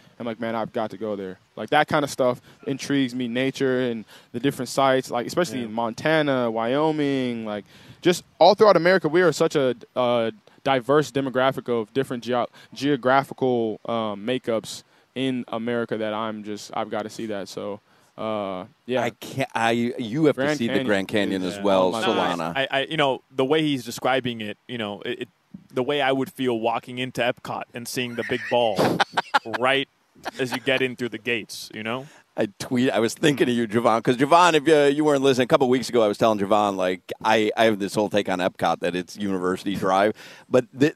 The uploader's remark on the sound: live from Hollywood Kia